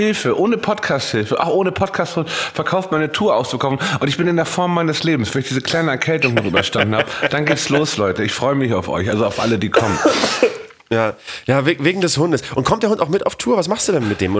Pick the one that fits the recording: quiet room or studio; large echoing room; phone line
quiet room or studio